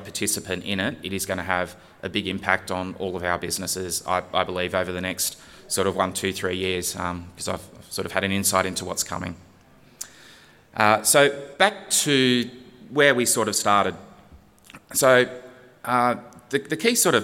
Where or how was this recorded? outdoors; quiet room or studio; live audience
live audience